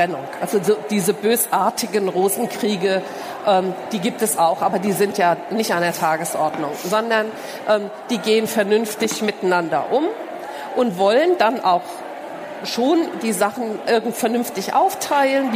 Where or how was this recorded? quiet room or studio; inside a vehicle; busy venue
busy venue